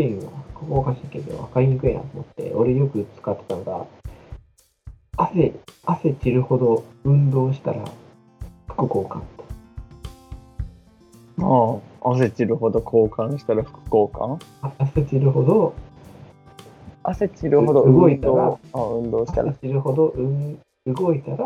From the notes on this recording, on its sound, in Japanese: 設定ミスで音質が著しく悪いです。聴きにくいですがご理解のほどお願いいたします